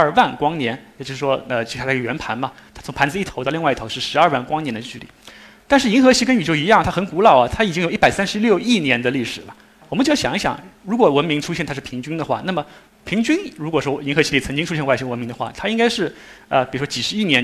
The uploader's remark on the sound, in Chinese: 一席现场